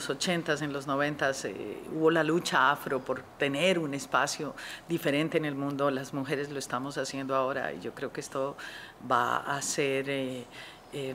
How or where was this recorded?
outdoors